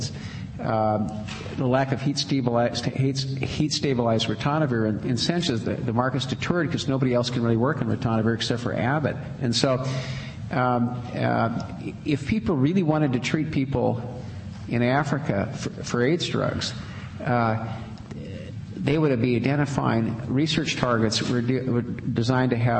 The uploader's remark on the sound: Princeton Colloquium on Public and International Affairs - Day Two - Dodds Auditorium 3:00 pm session.